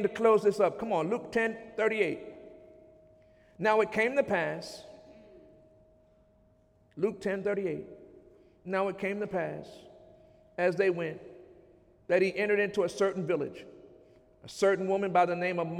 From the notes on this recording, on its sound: During Sunday morning service on May 7, 2017